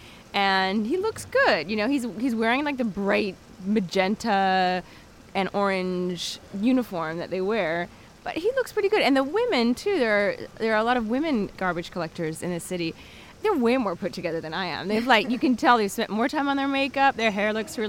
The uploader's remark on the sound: walking the streets of Trastevere at dawn